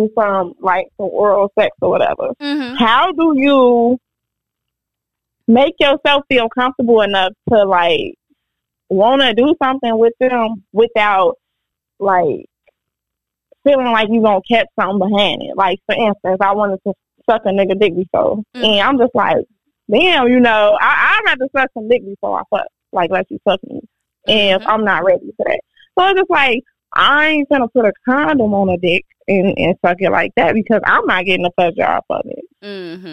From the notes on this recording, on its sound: Another call in episode with a listener